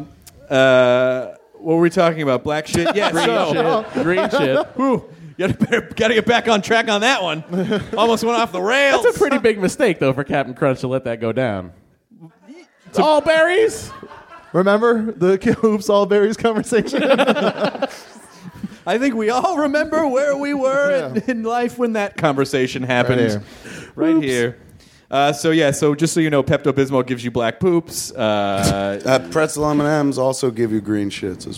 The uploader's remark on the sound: TOTAL PODMASH as we recorded at the Smodcastle.